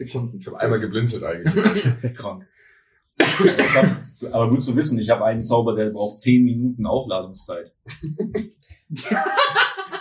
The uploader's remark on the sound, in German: Bitte entschuldigt leichte Tonprobleme, die während der Aufnahme auftraten